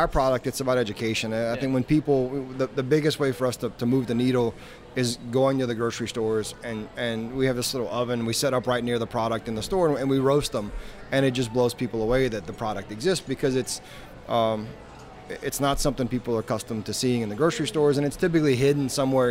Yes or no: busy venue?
yes